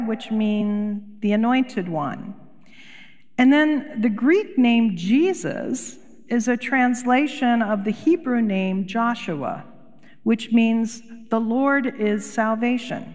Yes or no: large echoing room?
yes